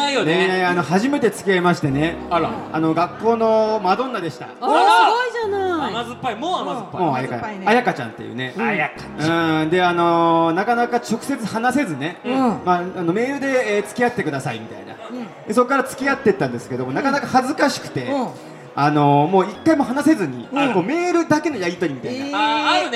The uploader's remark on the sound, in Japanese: 2023年2月26日ららぽーと豊洲で行われた、グレープカンパニー所属芸人による公開収録の模様をお送りします。